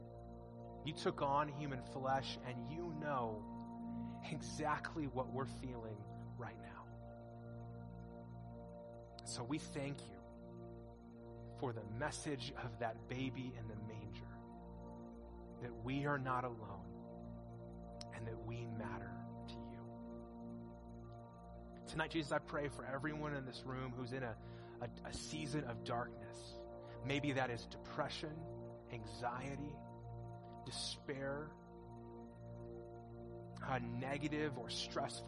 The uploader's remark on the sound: In this message delivered at our 2021 Christmas Eve services